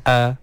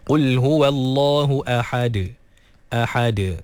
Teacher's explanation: A, kemudian ha dikeluarkan daripada kerongkong pertengahan. Dan juga dal diqalqalahkan.